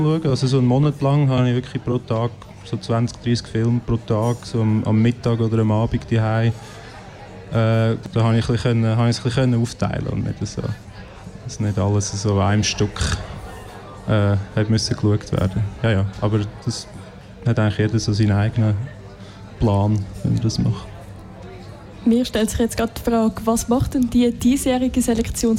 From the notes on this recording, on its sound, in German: Fantoche 2023. Festivalausgabe live aus dem Merkerareal in Baden.